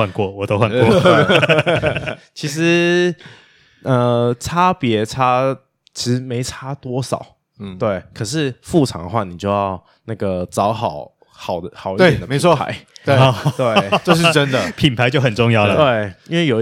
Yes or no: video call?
no